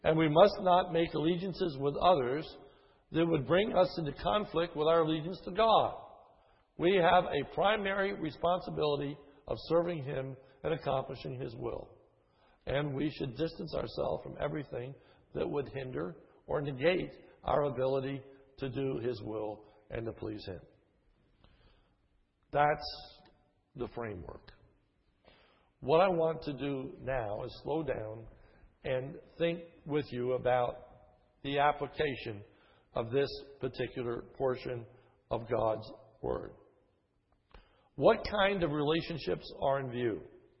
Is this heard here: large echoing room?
yes